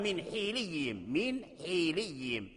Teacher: ولهذا حمزة والكسائي قرأوا اتخذوا من حوليهم، قال من حيليهم، من حيليهم بكسر الحاء، لأن الميم ديال الميم مكسورة، فأتبعوا كسر الحاء لكسر الميم